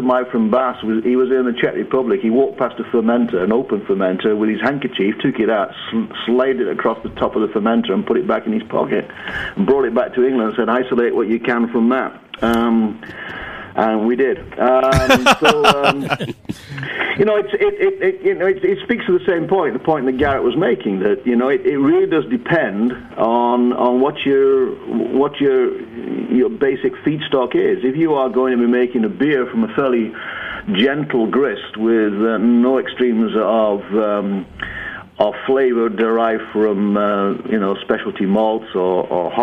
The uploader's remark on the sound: Is joined in the studio. Joins us over the phone.